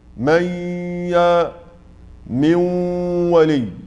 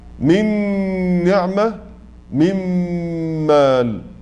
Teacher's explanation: الصوت معظمه من الخيشوم وبعضه من الفم مع الواو والياء من من ولي. أما مع النون والميم فيكون الصوت كله من الخشوم